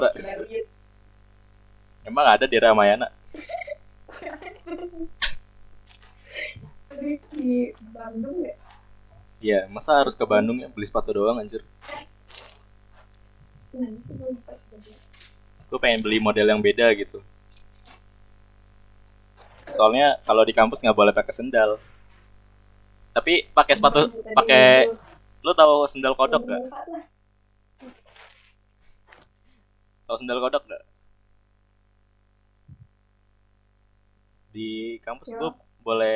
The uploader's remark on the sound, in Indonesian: Audio yang jelek membuat kita semakin yakin dalam bergibah ria.